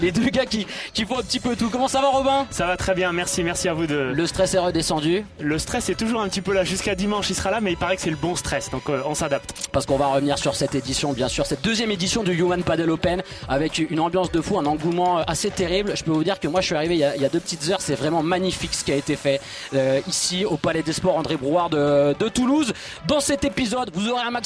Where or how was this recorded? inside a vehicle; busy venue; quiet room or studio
busy venue